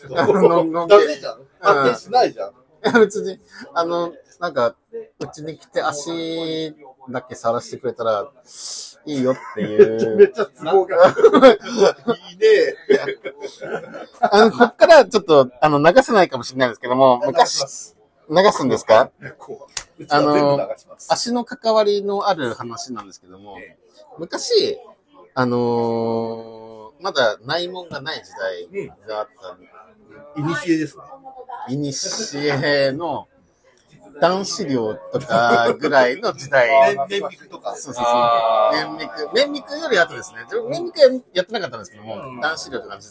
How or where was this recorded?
busy venue